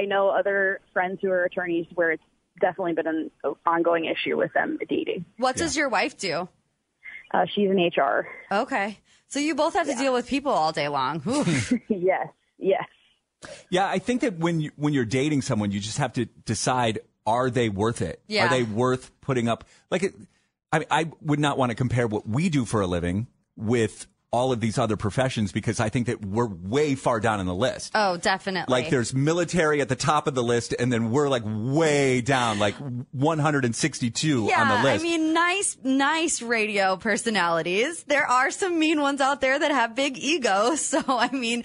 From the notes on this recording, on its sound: phoned in to tell us